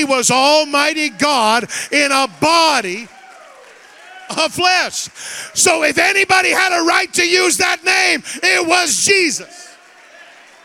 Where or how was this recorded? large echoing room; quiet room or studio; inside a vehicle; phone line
large echoing room